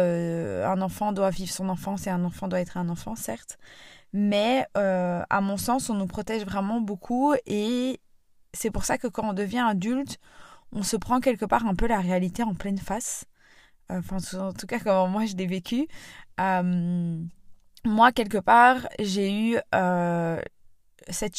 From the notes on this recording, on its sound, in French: J'ai donc sorti mon micro portable et enregistré cet épisode dans ma voiture